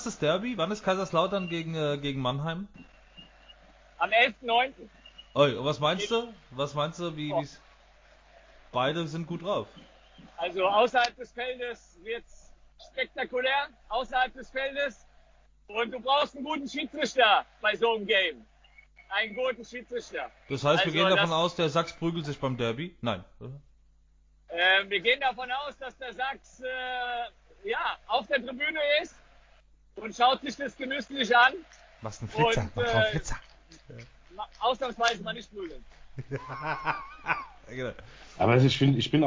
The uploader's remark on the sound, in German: Live aus Mannheim! War live beim Spiel Waldhof Mannheim gegen den SV Meppen (5:0) und hat uns ins Carl-Benz Stadion mitgenommen.